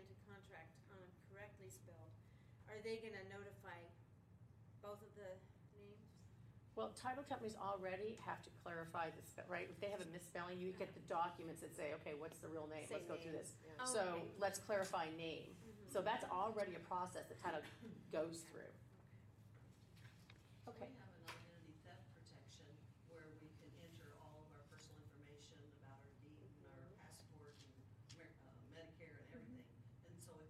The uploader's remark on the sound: This conversation was held at the West Valley office of WeSERV in Peoria with a group of REALTOR® members as part of the WeSERV West Valley Fall Conference 2023.